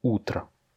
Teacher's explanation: on a un O à la fin qui n'est pas accentué, qui se prononce donc comme un A. C'est pas outro, mais outre.